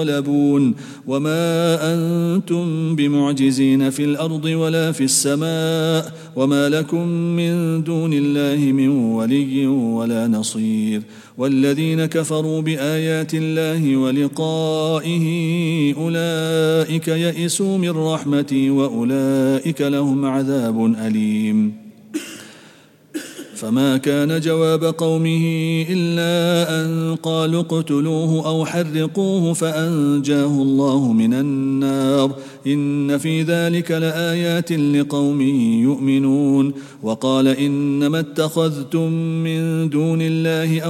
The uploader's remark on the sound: at the Houghton Masjid (West Street)